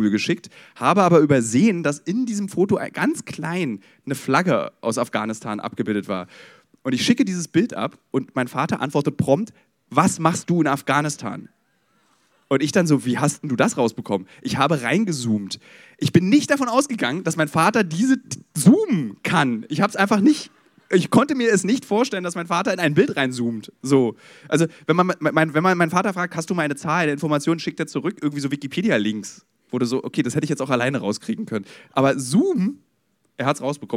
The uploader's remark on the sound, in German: live vom Podcast Festival in Berlin